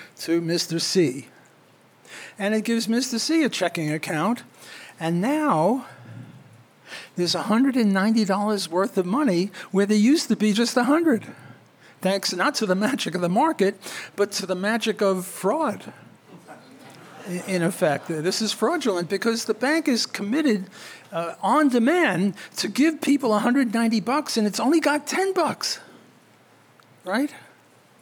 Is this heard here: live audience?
yes